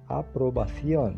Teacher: esse encontro CI aprobación é um som interdental